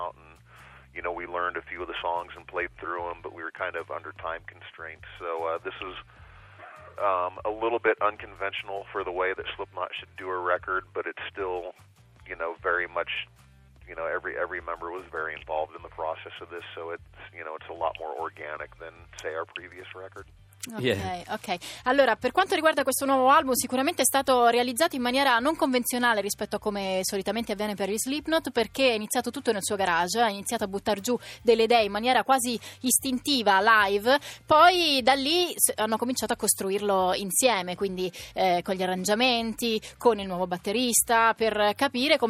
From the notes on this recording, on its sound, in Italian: Al telefono